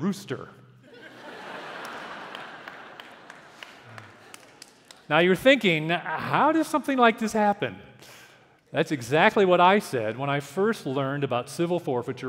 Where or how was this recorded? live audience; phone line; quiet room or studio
live audience